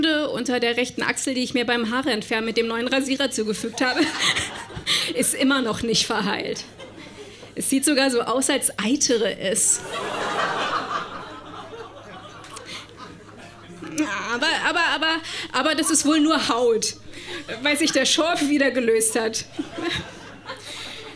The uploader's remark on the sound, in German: Auswahl der Beiträge von der „texte von gestern“-Liveshow am 03.02.2019 im Monarch, Berlin. Heißen Dank an den Monarch, unser tolles Publikum.